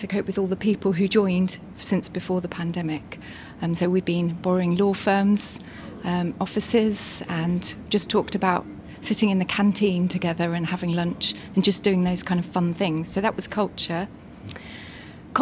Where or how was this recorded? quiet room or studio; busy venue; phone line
busy venue